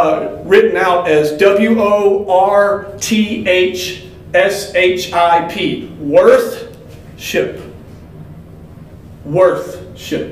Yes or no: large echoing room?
yes